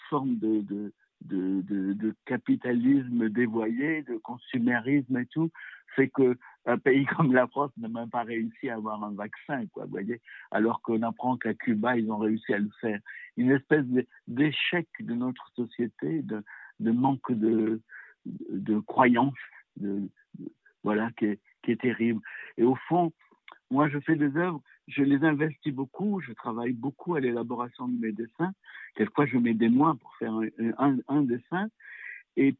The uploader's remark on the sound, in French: S’entretiennent par téléphone.